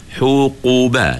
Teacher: masa kita sebut qu tu, pangkal lidah kita turut naik. Tetapi pada huruf dad, dia bukan takat pangkal saja naik. · Term: huruf qaf